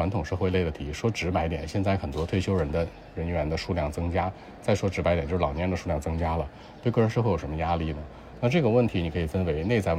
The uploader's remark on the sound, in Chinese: 考场录制/有噪音